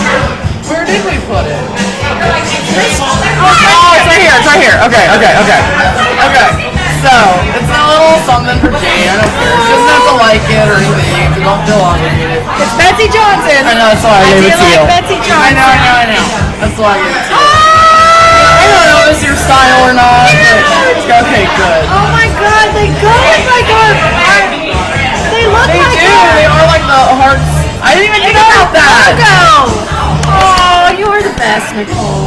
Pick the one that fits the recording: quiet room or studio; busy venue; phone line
busy venue